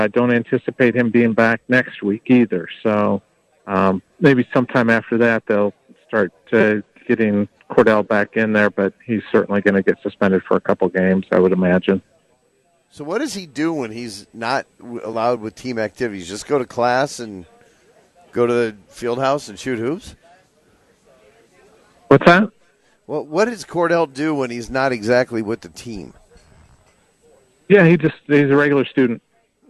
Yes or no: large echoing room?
no